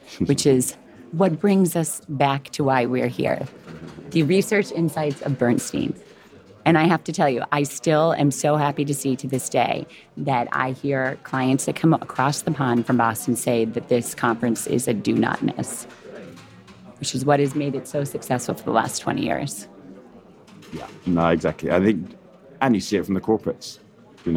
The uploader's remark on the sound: live from the floor of our 20th Pan-European Strategic Decisions Conference